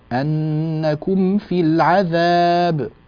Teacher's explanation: الميم عند الفاء حكمها الإظهار